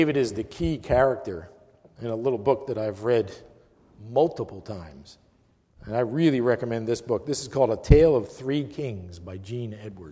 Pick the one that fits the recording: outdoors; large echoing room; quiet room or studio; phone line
large echoing room